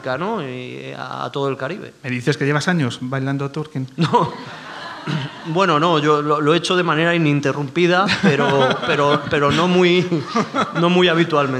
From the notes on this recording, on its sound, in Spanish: En nuestra nueva casa, el Teatro del Barrio, y con la presencia de público en directo